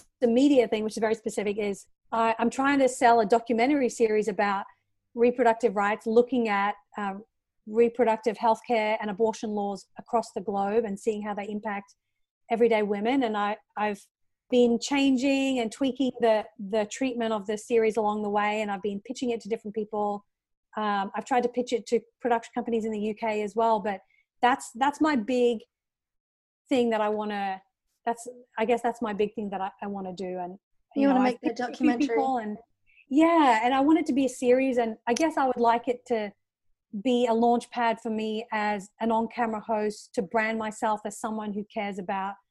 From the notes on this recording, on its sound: Recorded via Zoom during Covid-19. Recorded via Zoom during the Covid 19 pandemic.